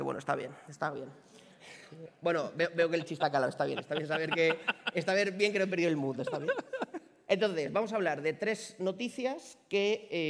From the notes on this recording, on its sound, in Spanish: Capítulo especial grabado en directo con público. En la TRG23.